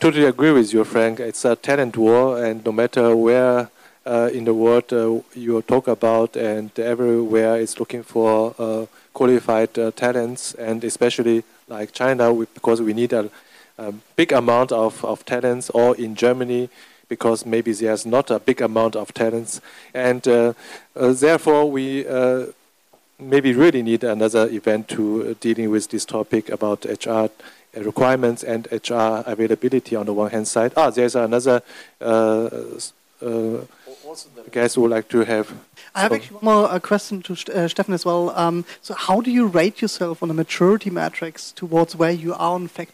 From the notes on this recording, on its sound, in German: Paneldiskussion auf dem Event. In Shanghai China.